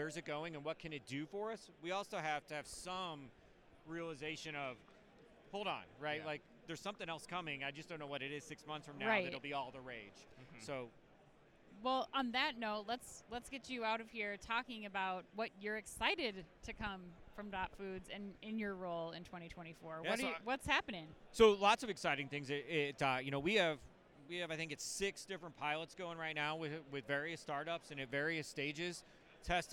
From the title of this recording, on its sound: Live From Manifest 2024